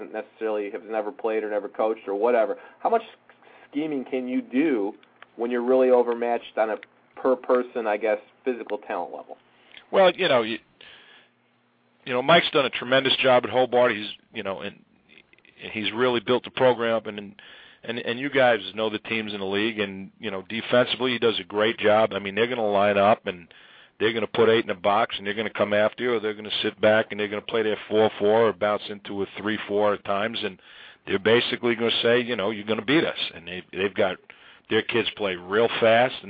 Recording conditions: phone line